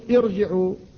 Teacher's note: فهذه الكسرة العارضة قبلها لا اعتبار لها فتفخم الراء